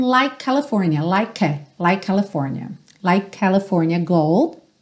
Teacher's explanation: o E não é pronunciado, então você tem o K como último som da palavra, e a próxima palavra começa com a letra C, o mesmo som.